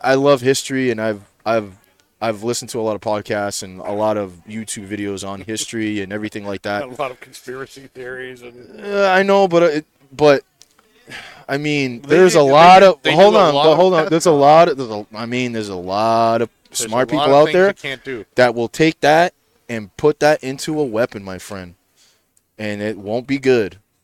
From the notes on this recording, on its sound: Recorded live from the 7-20-4 Lounge!